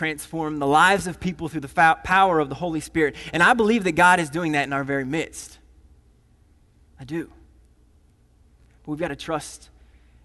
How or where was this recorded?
large echoing room